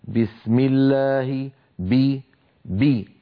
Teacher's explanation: الباء قوية جدا لأن فيها شدة، فيها انحباس الصوت والنفس. بسم الله الرحمن الرحيم، فلا يصح أن يقول أحدنا بسم الله، وكأن الباء صارت ممعوسة مهروسة، صوتها ضعيف جدا بسبب ترك شدتها. · والفرق بارك الله فيكم بين B و P أن B مجهورة أب B B و P مهموسة P مهموسة. فالباء الفصيحة العربية الصحيحة مجهورة شديدة، لا بد من بيان انحباس كلا الأمرين الصوت والنفس عند نطقها. · Term: شديدة مجهورة